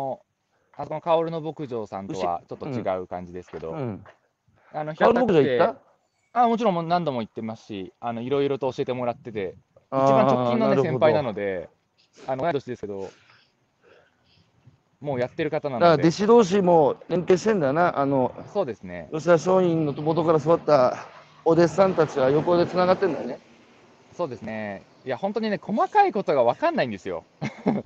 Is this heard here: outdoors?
yes